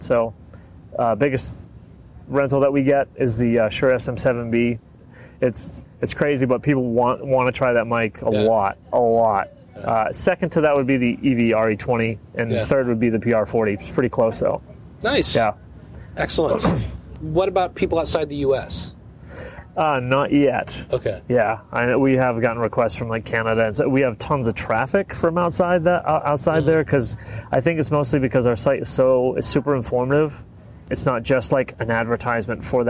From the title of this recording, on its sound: Live From the Floor of Podfest